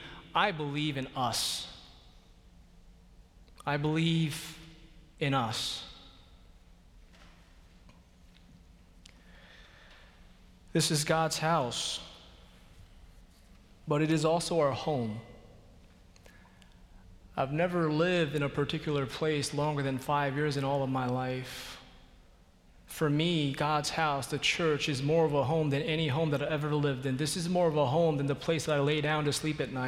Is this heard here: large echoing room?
yes